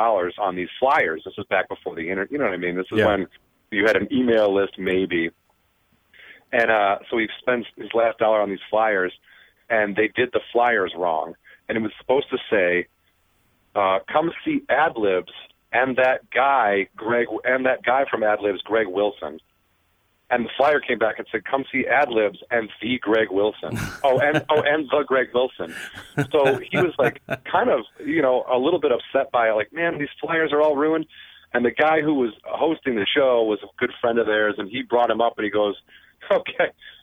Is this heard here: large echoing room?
no